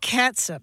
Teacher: But it's more like S-U-P with that, that vowel is a schwa sound, right? Not a long ooh sound.